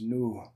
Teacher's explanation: In that recording, we heard the word for boat, which is nu. And there's a H at the end, which is just something you couldn't do in English